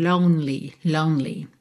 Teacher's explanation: o E não é pronunciado. Você vai do N direto pro L.